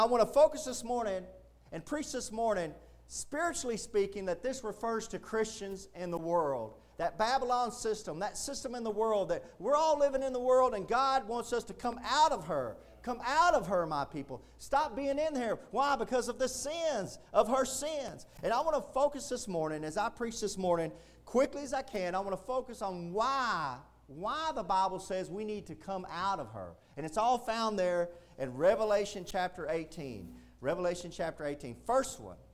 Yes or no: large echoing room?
yes